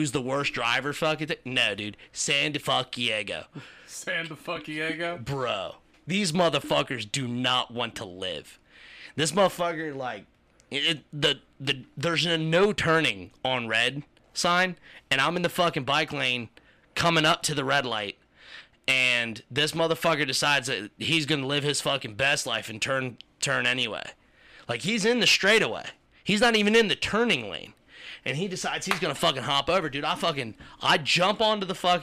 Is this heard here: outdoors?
no